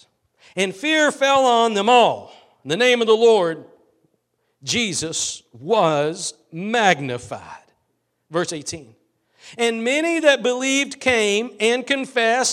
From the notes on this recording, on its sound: Preached at Gospel Lighthouse in Bossier City, La.